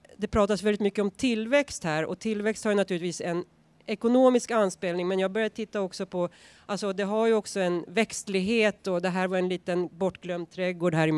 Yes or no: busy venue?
yes